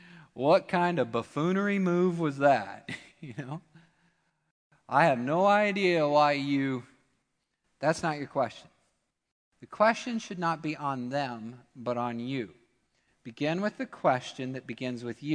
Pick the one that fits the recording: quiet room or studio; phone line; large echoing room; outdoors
large echoing room